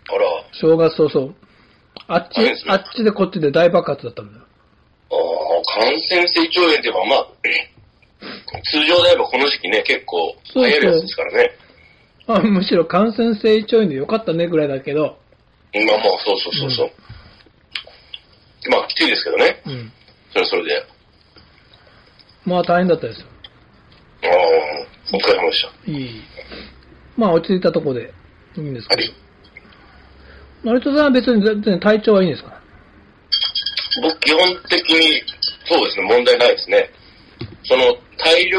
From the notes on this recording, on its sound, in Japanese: リモート昼呑み